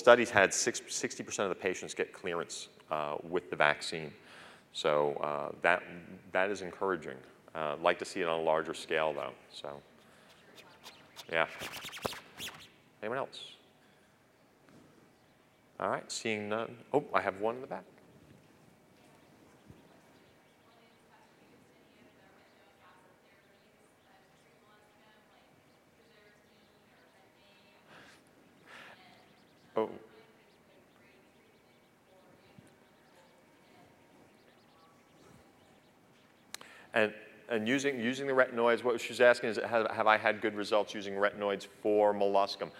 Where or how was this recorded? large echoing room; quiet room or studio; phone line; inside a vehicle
large echoing room